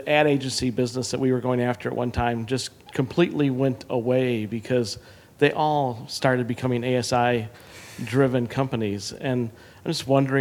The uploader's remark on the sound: Recorded live at commonsku University at The ASI Show Chicago.